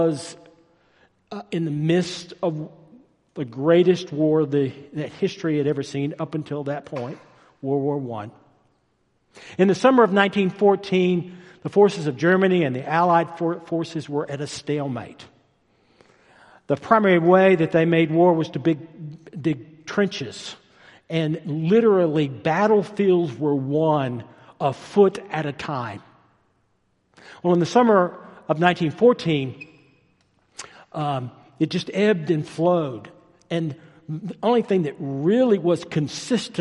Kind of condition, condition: setting, large echoing room